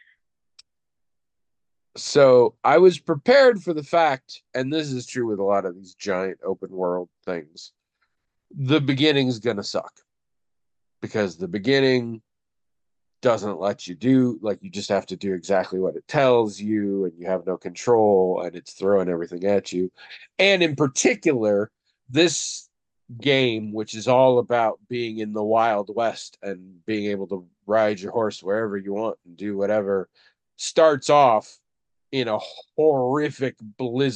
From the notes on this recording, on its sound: Someone’s internet is borked this week, and so Zoom keeps cutting out and coming back. What you’ve got is a bunch of chunks of podcast.